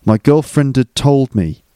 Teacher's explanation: So had becomes ud. And it's linked with the D at the end of girlfriend.